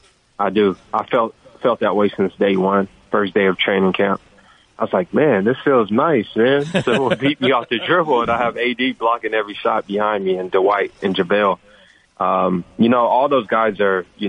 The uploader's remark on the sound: Called.